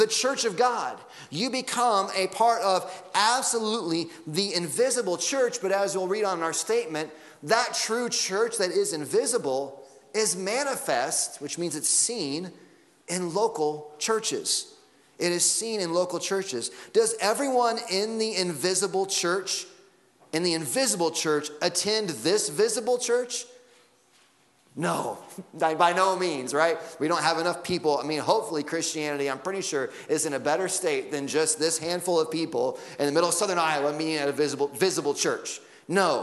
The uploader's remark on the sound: Sunday Morning Sermon Audio.